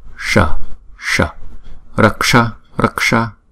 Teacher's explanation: Chữ S có dấu nặng này, chúng ta cũng phải cong lưỡi lại và búng ra S